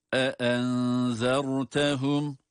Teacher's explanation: Arka arkaya gelen iki tane hemze var. Her ikisinin sesini de ayrı ayrı veriyoruz.